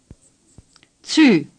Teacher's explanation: letter Z in German is always pronounced like the English letters T and S, as in cats or Betsy. Tz. In English, these two letters, of course, are never at the beginning of a word.